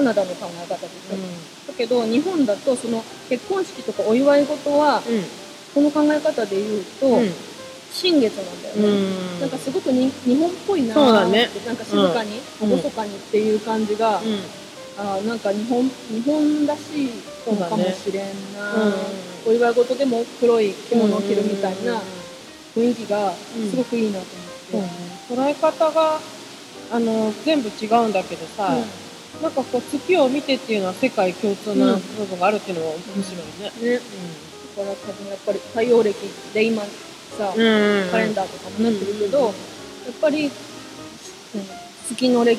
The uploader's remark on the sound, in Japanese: 新月の日に滝の横で収録した。滝の音とマイナスイオンをたっぷり乗っけて配信します。